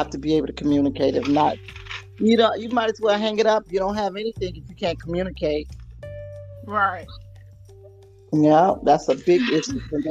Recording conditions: drop-outs